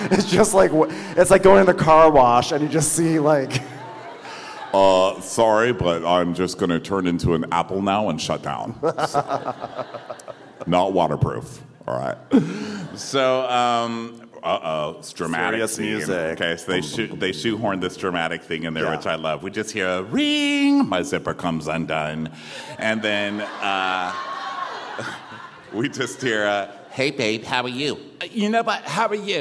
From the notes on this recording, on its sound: Live From Atlanta. We're kicking off the premiere with a live show in Atlanta.